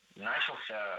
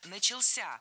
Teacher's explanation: Начался неверно, правильно, начался. Ударение в этом слове падает на последний слог, поближе к возвратной части «ся». · Shown in: second take